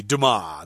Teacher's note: The S, is, I guess, is silent in French there.